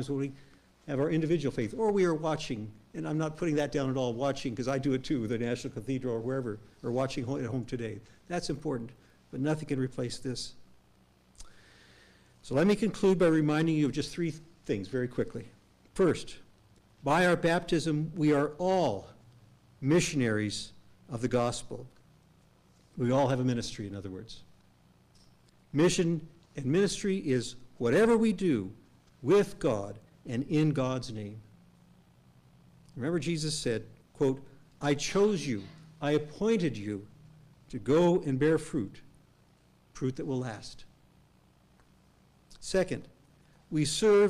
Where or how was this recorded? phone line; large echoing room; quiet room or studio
large echoing room